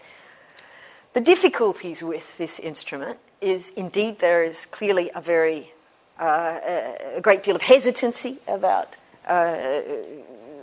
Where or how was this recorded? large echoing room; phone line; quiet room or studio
large echoing room